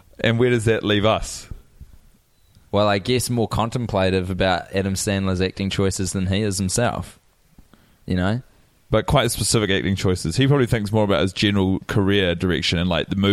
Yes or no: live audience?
no